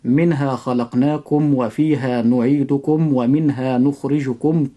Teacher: لاحظ عند حرفي الواو والفاء أن يكون الإظهار أشد من باقي الحروف